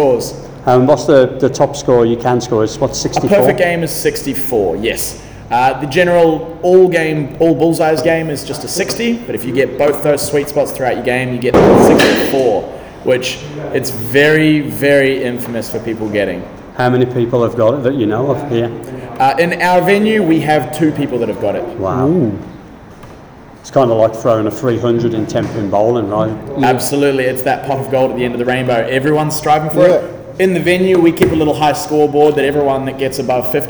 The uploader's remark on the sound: Recorded before Auckland’s second lock down. We had a chat and did some axe throwing.